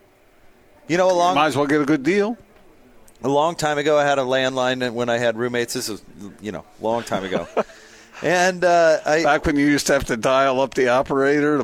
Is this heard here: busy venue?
yes